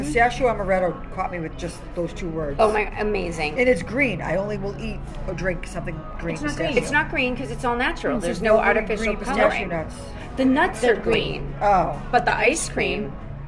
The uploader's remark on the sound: We're live on location at 110 Grill in Woburn